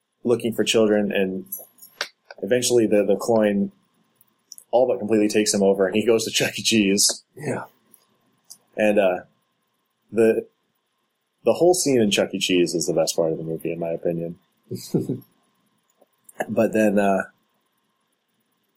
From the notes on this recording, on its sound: We then re-recorded it, only to have a terrible clicking noise appear 20 minutes in and last throughout. We apologize for the quality and believe us when we say this won't happen again.